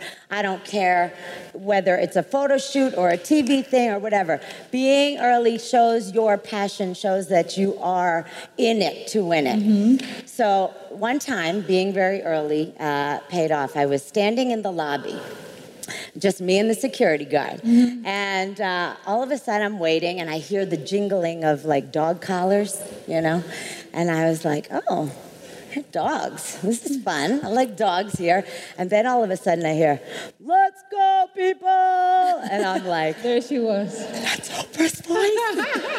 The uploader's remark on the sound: How She Built This LIVE! at RISE Minneapolis. Sit in on one of our AMAZING panels from RISE Minneapolis.